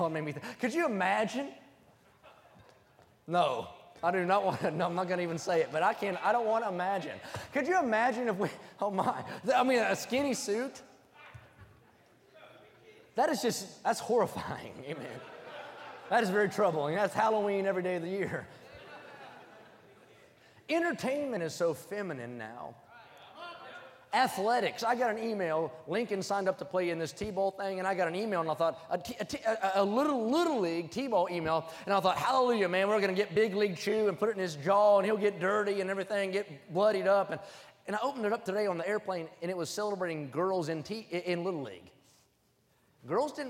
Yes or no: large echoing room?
yes